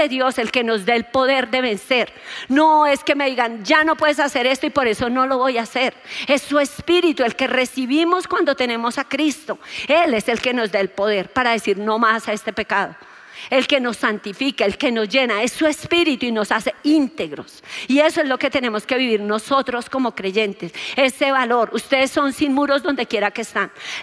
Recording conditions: large echoing room